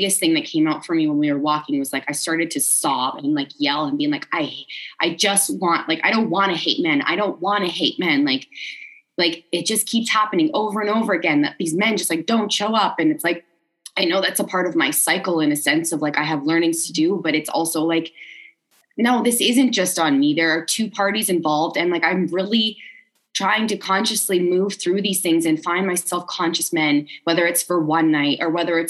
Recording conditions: video call